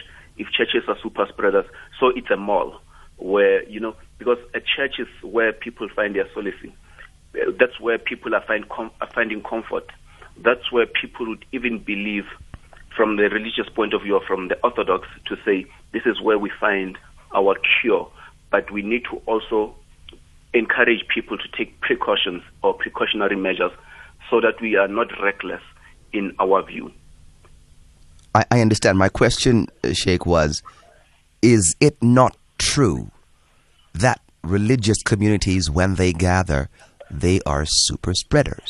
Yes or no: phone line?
yes